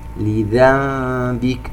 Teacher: نون ساكنة وبعدها حرف الباء إقلاب، ويترتب عليه حكم الإخفاء الشفوي